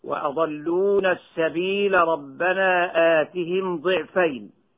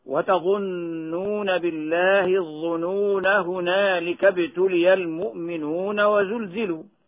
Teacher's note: ألف كلمة السبيل وكلمة الظنون وكلمة الرسول في سورة الأحزاب تحذف وصلا لحفص